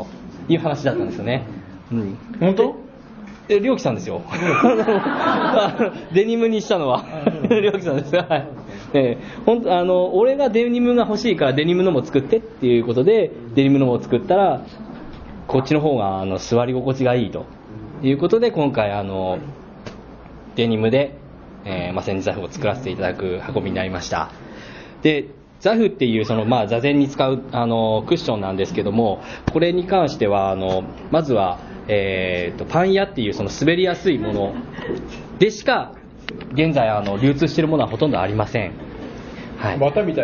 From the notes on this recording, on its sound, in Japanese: 磨塼寺一周年記念公開収録！磨塼寺”が開山して一周年記念のイベントから。公開収録したものをお届けいたします。全国から愉快な学びの仲間が集った。後半はポッドキャストの公開収録として。